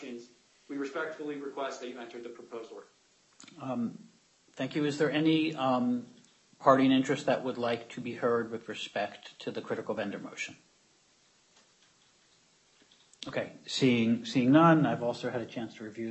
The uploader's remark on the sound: U.S. bankruptcy court hearing audio